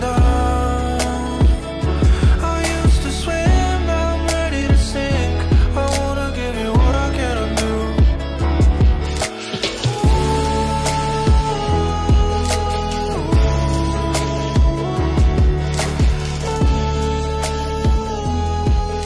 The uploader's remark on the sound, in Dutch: Een gezellige (in de achtertuin opgenomen) aflevering van Praatje Actueel is een feit.